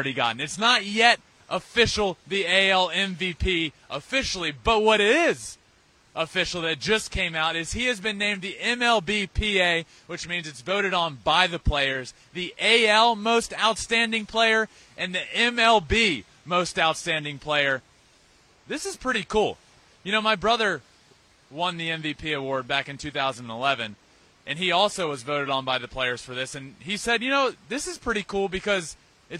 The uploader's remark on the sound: LIVE from Truist Stadium in Atlanta